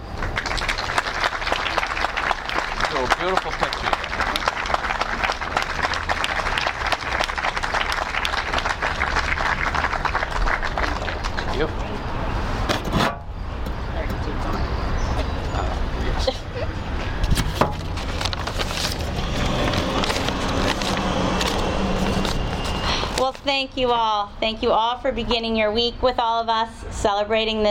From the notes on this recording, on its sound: Grand Opening Ceremony held outside the new facility at 341 West Central Street. This session of the radio show shares the audio of the Franklin Food Pantry Grand Opening Ceremony held outside the new facility at 341 West Central Street.